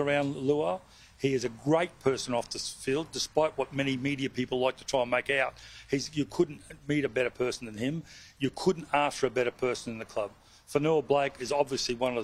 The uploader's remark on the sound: press conference